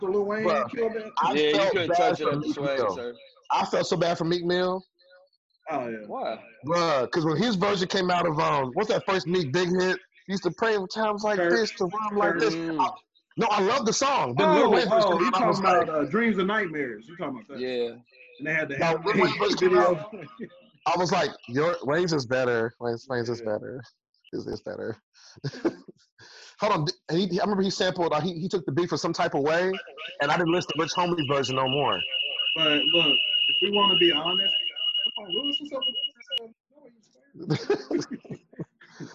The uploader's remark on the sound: Testing out the zoom while we talk business as usual.